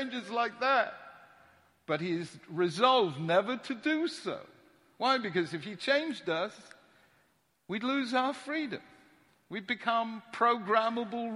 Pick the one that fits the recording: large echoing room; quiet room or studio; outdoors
large echoing room